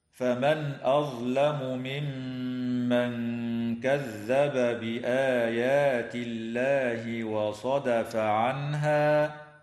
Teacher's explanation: تظهر النون الساكنة عند الهمزة في قوله تعالى فمن أظلم، وعند الهاء في كلمة عنها، بينما تخفى مع الغنة مرققة في قوله تعالى ممن كذب. وتظهر الميم عند الميم في قوله تعالى أظلم ممن، وكذا الباء عند الباء في قوله تعالى كذب بآيات، من قبيل المتماثلين الكبير. · وتظهر الميم عند الميم في قوله تعالى أظلم ممن، وكذا الباء عند الباء في قوله تعالى كذب بآيات، من قبيل المتماثلين الكبير. وتغن الميم المشددة في كلمة ممن